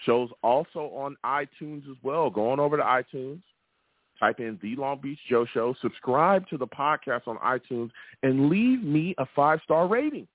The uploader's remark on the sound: I take live callers!